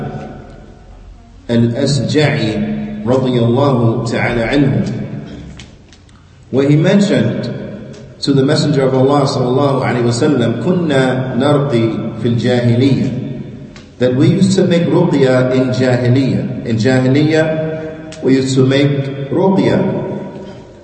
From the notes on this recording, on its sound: Lecture given at Masjid Nur Allah, Queens, NY.